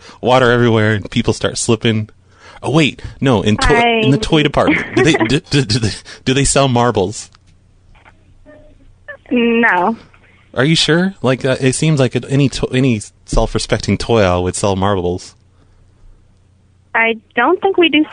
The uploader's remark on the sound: RBCP's Personal Prank Phone Calls Collection